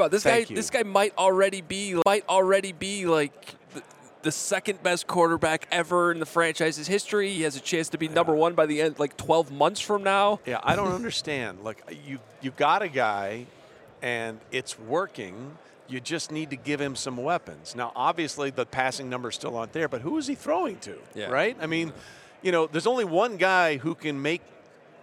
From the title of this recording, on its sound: Super Bowl Radio Row Day 3